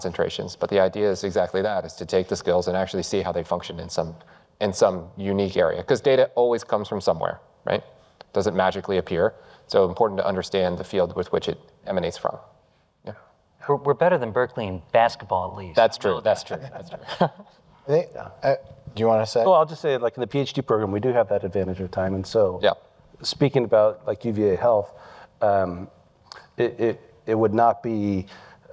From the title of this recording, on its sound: Live from Datapalooza